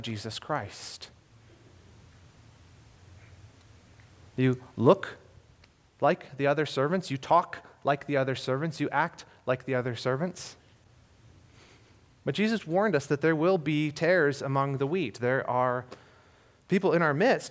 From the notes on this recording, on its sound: This was a sermon I recently delivered at Harvest Bible Church Detroit. This was a sermon I recently delivered at Harvest Bible Church Detroit.